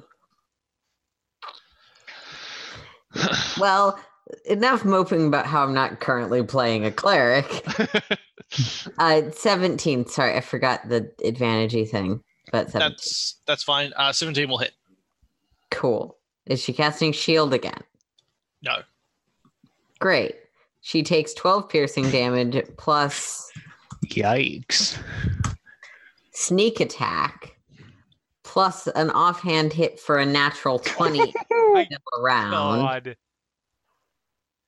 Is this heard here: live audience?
no